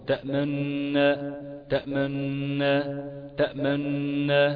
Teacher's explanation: الاتيان ببعض الحركة ببعض الضم · Term: اشمام